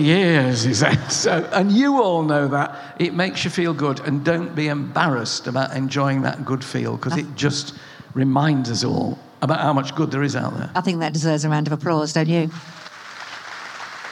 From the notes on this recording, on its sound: Recorded at BBC Gardeners’ World Live. The audience listened.